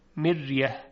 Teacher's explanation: مثلا در کلمه مریه، فلا تکو فی مریه، مریه، حرف را چون ساکن است قبلش کسره هست و به همین سبب ترقیق میشه